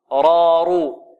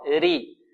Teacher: والراء تفخم إذا كانت مفتوحة أو مضمومة رارو، وترق إذا كانت مكسورة ري